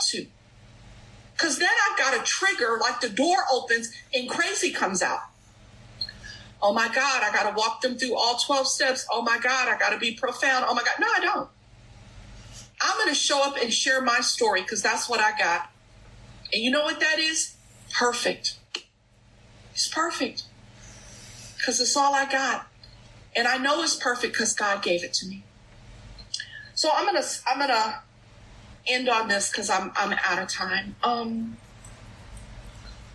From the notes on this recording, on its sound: At the Bronx Big Book zoom meeting.